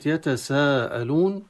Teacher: فالمد الذي في الكلمة في الوسط مد متصل واجب، اتصل حرف المد مع سبب المد الهمزة في كلمة واحدة متصلة بها دون فاصل.